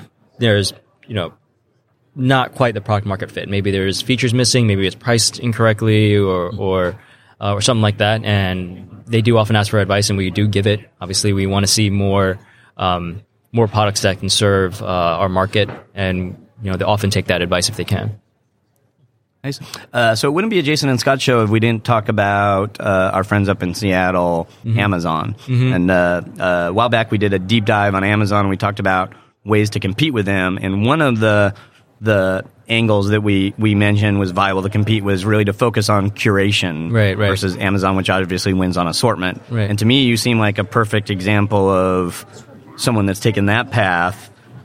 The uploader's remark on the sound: live from the NRF Big Show